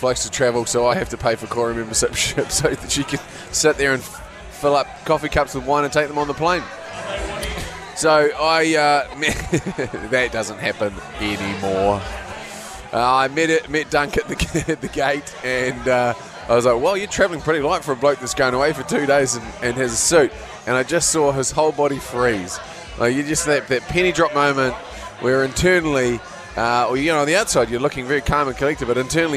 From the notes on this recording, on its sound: From Last Place pub in Hamilton